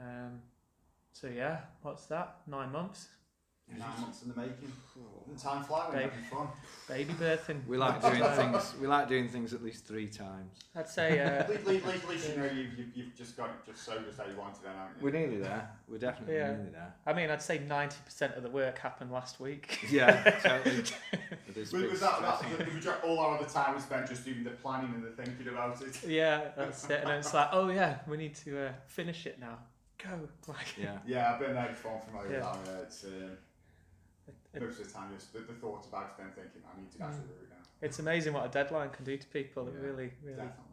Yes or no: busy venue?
yes